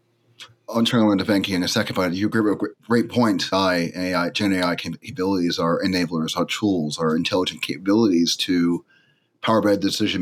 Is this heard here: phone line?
no